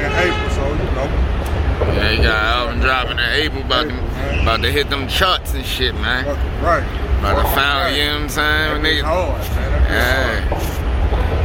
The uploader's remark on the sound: A quick walkthrough of the South by Southwest festival in Austin Texas